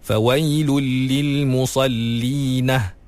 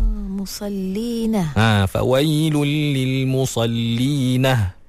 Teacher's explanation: Dia tambah ha di akhir ayat tu.